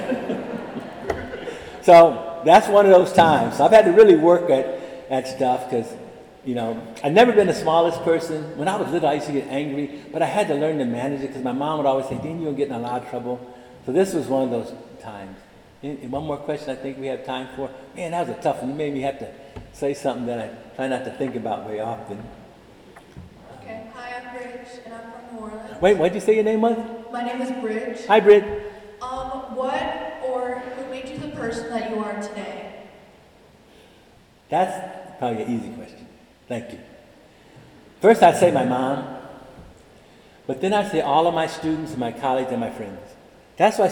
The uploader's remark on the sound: delivered the Cum Laude Convocation address March 24, 2023, in the Irvine Memorial Chapel